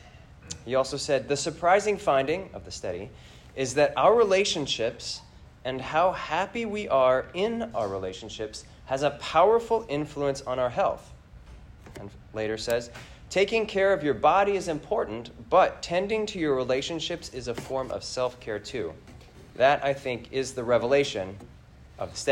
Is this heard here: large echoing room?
yes